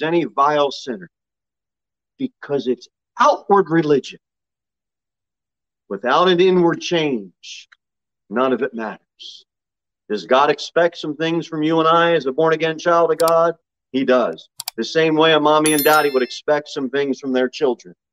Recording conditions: large echoing room